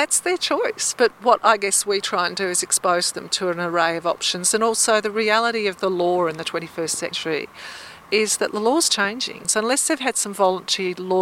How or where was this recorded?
outdoors